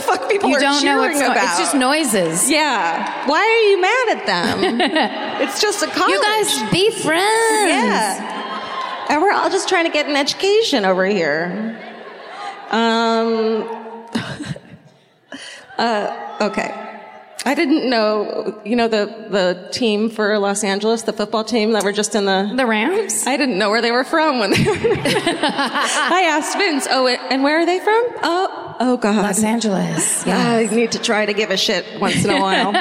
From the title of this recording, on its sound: Live at the Fox Theatre in Detroit, MI (2019)